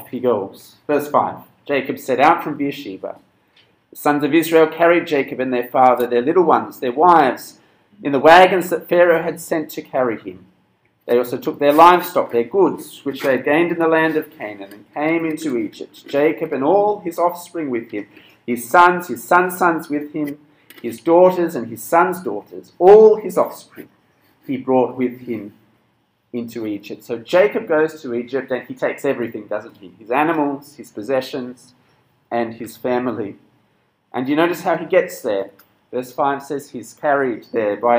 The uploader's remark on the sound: This sermon was preached at Cross & Crown Penang on 6th February 2022.